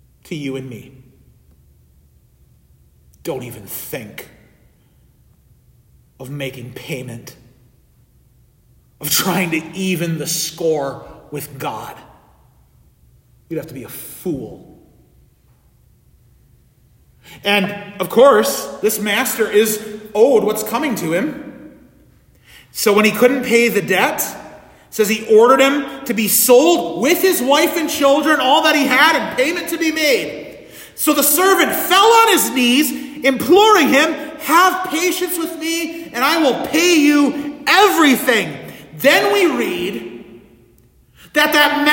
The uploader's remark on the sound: This sermon audio was recorded at the Midweek Divine Service on Wednesday, September 20, 2023.